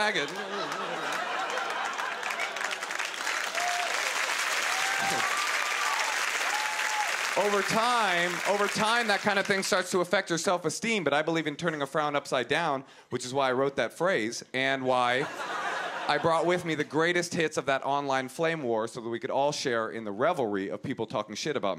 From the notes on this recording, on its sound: at the 2013 Just for Laughs Festival in Montreal